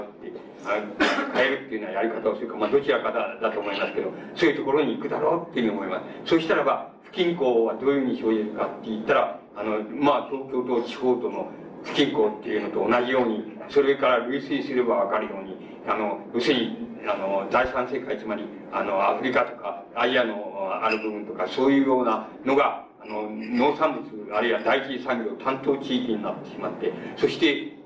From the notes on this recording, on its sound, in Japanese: 主催：NKK都市総合研究所 場所：大手町・日本鋼管本社ビル。8人連続講演会 「アーバンコンファレンス21」 として行われた講演。周辺ノイズが入るが 内容はクリアに聞き取れる。